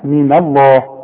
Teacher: لفظ الجلالة المفتوح هو المفخم، اللام هي المفخمة